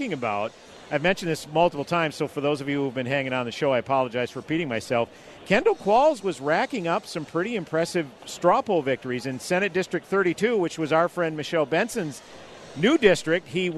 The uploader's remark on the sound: Live From The GOP Convention